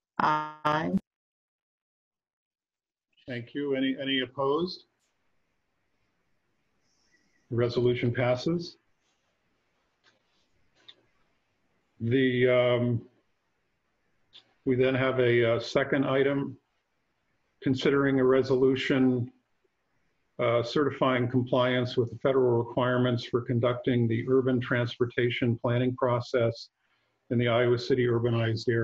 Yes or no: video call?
yes